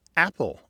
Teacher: The beginning of the word apple, for many people, is a glottal stop.